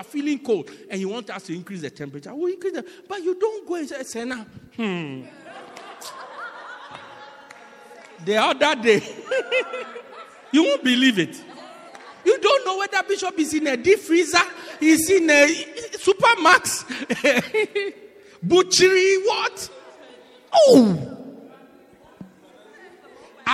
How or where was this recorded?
large echoing room